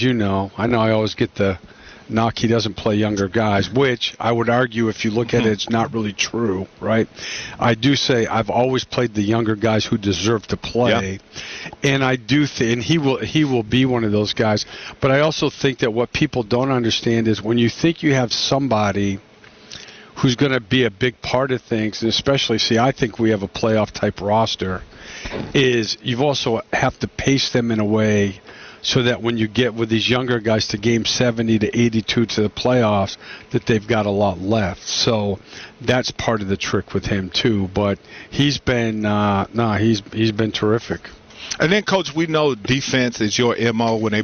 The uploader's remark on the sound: Live From Hornets Media Day